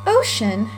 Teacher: In the word ocean, in contrast, the first syllable is both stressed and longer